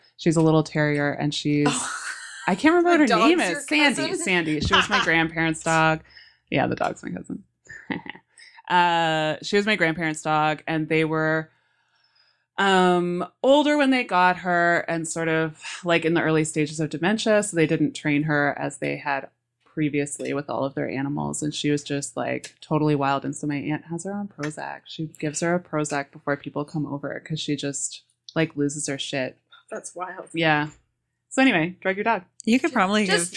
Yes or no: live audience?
no